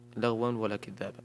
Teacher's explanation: تنوين جاء بعده حرف الواو، والواو من حروف الإدغام بغنة